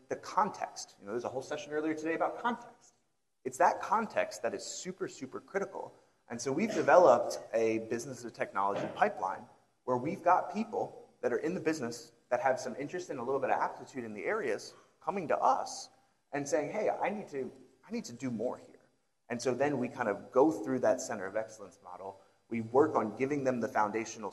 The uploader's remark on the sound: joined on stage for a fireside discussion